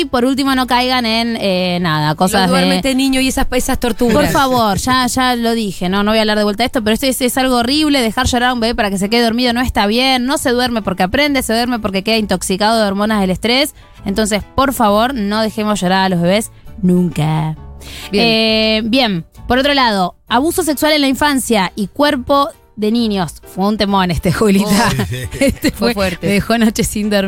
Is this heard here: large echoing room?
no